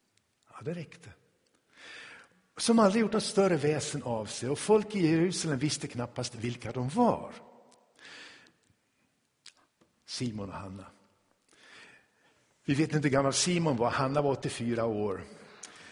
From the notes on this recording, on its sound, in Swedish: Inspelad i Tabernaklet i Göteborg